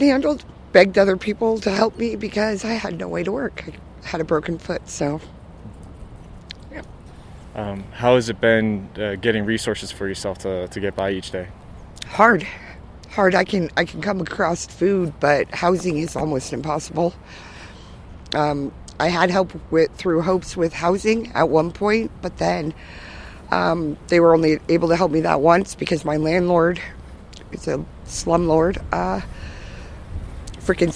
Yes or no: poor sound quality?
no